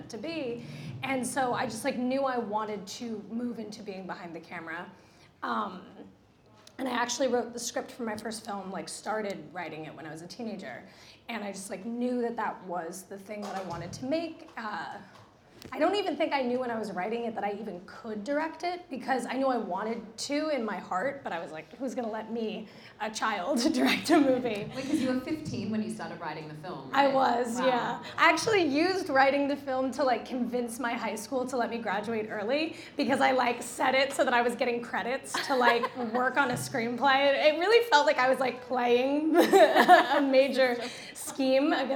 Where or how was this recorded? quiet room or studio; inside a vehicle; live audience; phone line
live audience